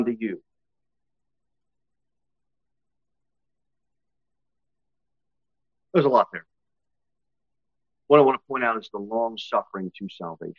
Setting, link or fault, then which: setting, large echoing room